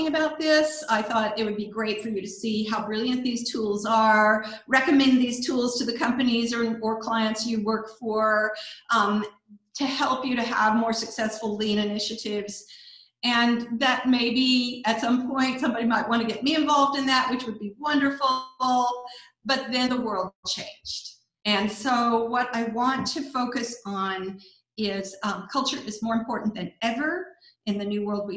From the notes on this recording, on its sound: Our guest presenter during our first Zoom Happy Hour on April 7th